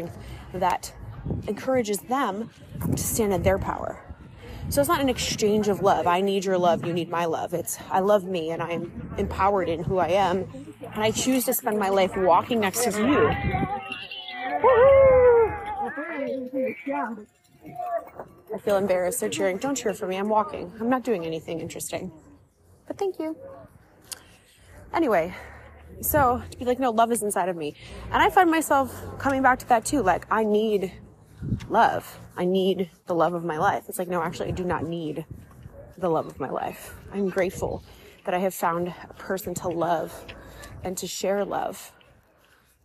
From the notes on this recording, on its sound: Live from the Rome Marathon. Enjoy some sounds and real time thoughts from Rome!